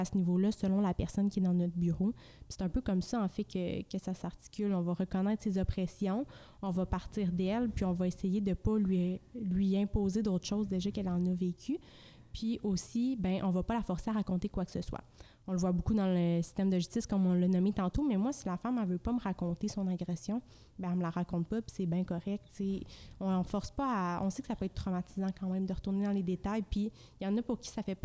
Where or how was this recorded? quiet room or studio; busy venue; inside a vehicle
busy venue